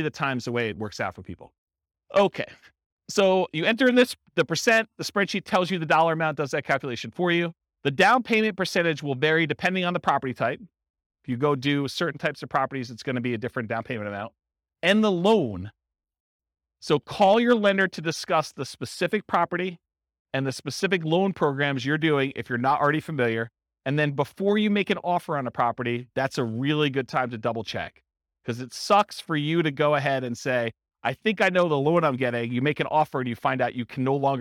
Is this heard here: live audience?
yes